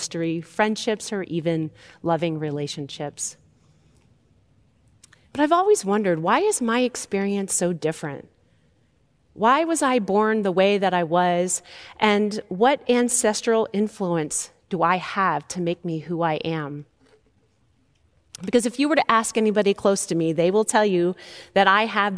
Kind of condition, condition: setting, large echoing room